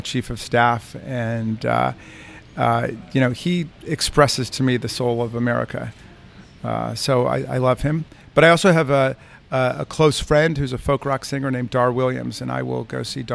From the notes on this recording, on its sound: Recorded at Busboys and Poets in Takoma Park.